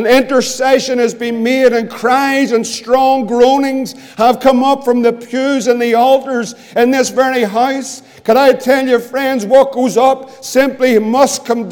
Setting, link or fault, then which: setting, large echoing room